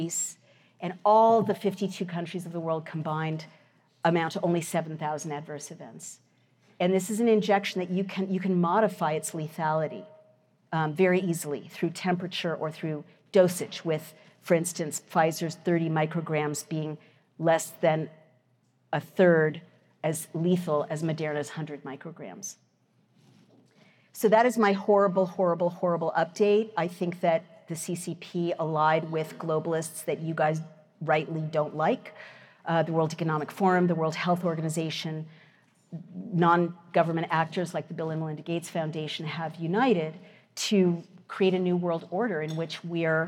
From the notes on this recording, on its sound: Recorded at the Mises Institute's Supporters Summit in Auburn, Alabama, 12-14 October 2023.